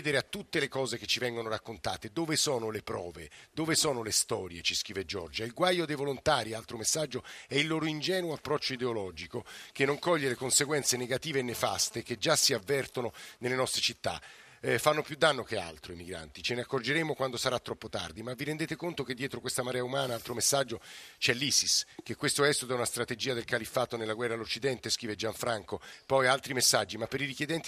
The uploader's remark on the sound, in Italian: in diretta dal Centro Baobab di Roma